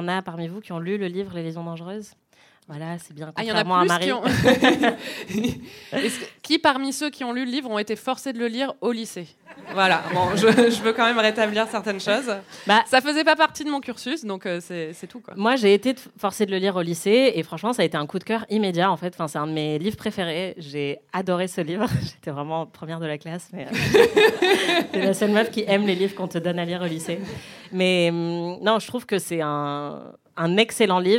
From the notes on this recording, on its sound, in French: Enregistré en direct et en public à la médiathèque Marguerite-Duras, dans le XXe arrondissement de Paris.